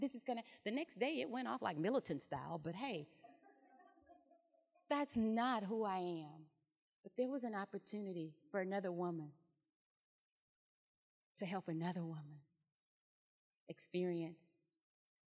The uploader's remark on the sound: The recording you are about to hear is a keynote from our Women in Education Leading and Learning Summit held on November 6 and 7, 2019.